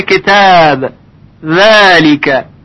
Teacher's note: بعضی از علما گفتن که الف ترقیق میشه یعنی با صدای ظریف تلفظ میشه